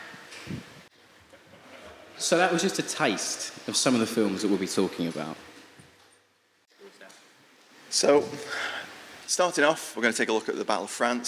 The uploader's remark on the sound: We Have Ways Festival 2023. We recently gave a talk at the fantastic 'We Have Ways of Making You Talk' podcast Festival.